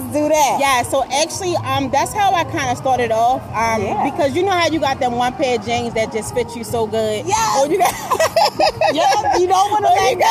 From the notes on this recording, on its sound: We are live at 365 IN HIS HANDS Vending Event highlighting local businesses right here in the DMV!